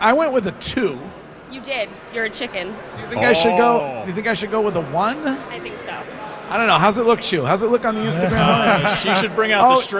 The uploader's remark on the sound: In the final hour of today’s live broadcast from Granite Telecommunication’s annual Buzz-Off.